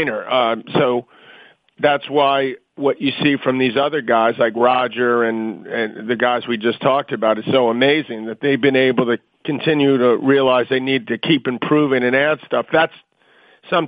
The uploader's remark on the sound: Wimbledon Conference Call.